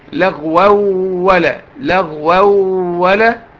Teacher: تنوين بعد واو إدغام بغنة